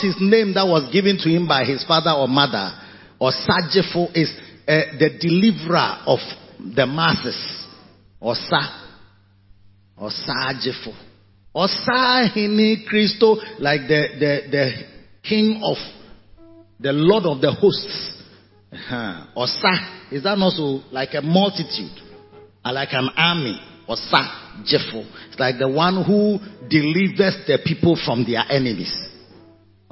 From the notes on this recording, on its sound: Preached at the Christmas Day Service - Makarios Cathedral, HQ. Preached at the Christmas Day Service - Makarios Cathedral, HQ.